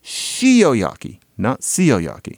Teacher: sh is just an allophone of a general s-ness in Japanese